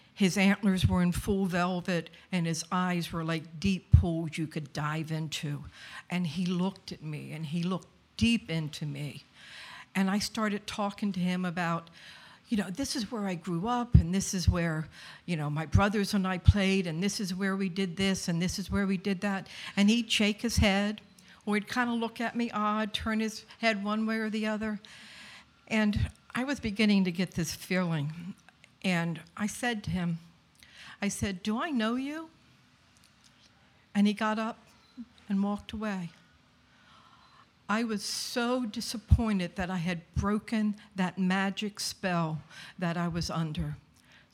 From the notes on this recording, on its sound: Our monthly open mic storytelling events in York, Pennsylvania. Eight storytellers shared their stories with our audience at Archetype Pizza in downtown York.